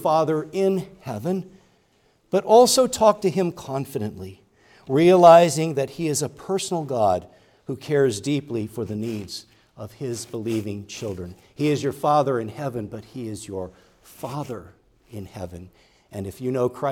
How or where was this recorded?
large echoing room